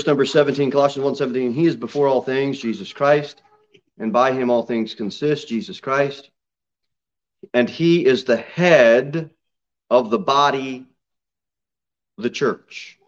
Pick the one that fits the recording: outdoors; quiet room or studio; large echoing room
large echoing room